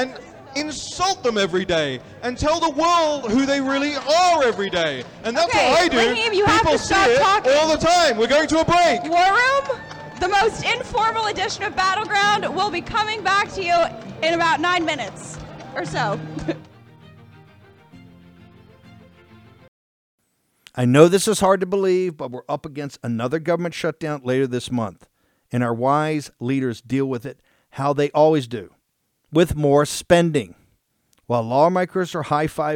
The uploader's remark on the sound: Live From AMFest 2023